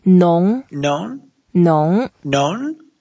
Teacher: And then it's the second tone. So we go up